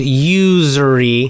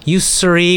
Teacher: So American pronunciation is usury. So it's got that z. It actually is like a z sound, z, that buzzing z, right? · Shown in: first take